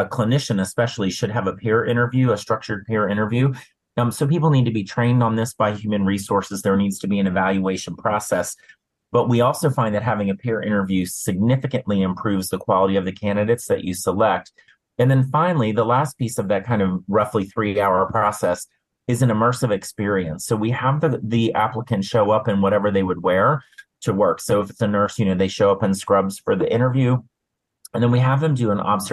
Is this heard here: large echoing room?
no